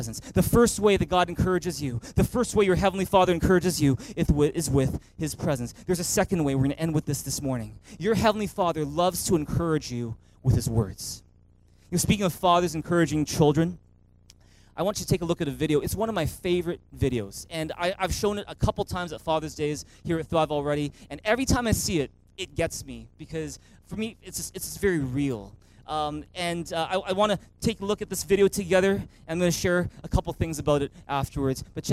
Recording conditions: large echoing room